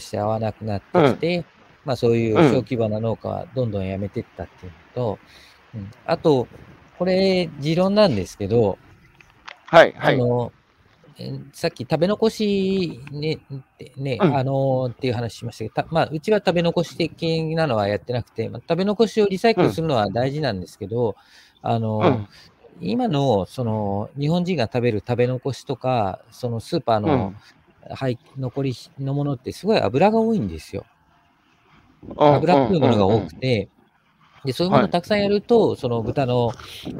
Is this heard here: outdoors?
yes